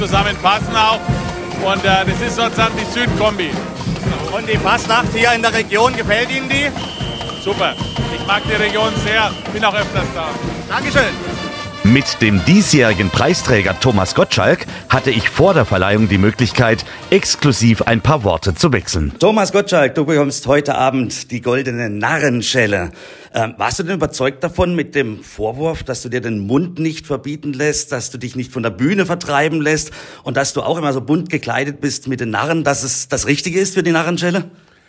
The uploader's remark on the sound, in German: spricht live vor Ort von der Verleihung der Narrenschelle im Erlebnishotel Colosseo des Erlebnis-Resort